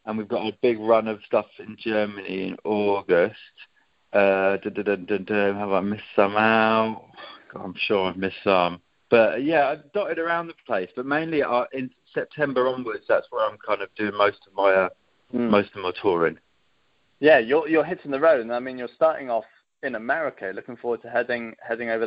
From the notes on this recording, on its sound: Phone interview